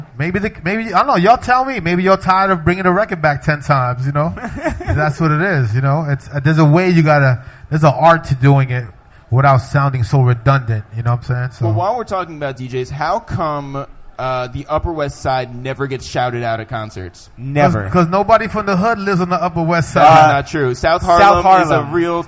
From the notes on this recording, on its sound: This week, we hosted a live podcast from NYC's famed concert venue SOB's.